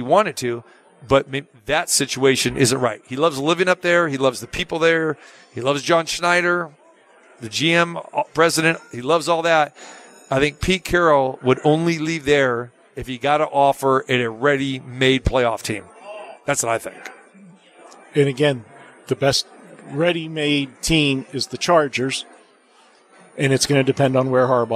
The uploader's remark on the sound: Live From the Super Book at Westgate Las Vegas